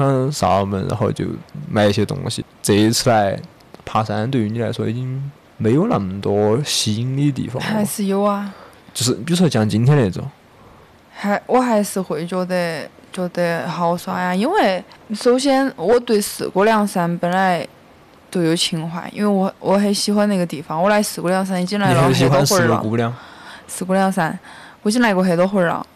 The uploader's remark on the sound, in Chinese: 本期播客在赞拉河河边录制，所以会有点杂音请各位谅解。